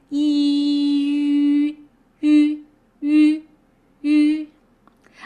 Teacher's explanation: E, and then you start rounding your lips until your mouth is in a position to make the U sound. · So you see, the ending mouth position, the ending mouth shape is in the woo shape. Woo, you, right? But my tongue is in a position where I'm pronouncing the E sound.